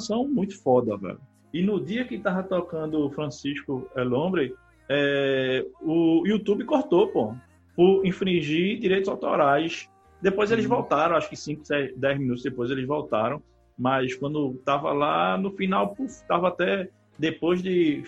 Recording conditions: video call